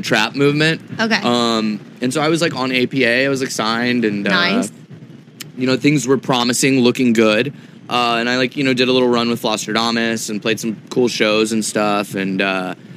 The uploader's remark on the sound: Live from Forbidden Kingdom